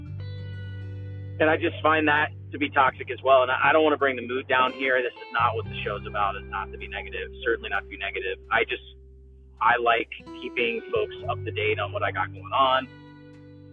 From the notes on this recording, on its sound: Random thoughts while driving